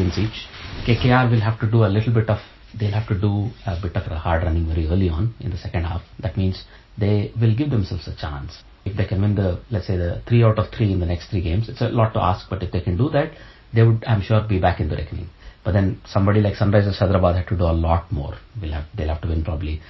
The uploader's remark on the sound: The audio quality of this episode is not the best, we apologize for the inconvenience.